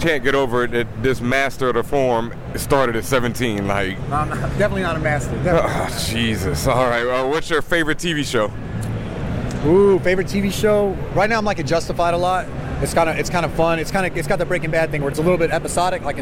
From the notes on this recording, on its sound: Live From NYCC. Apologies for the audio quality as we were live at NYCC and the chaos around us didn't help the sound.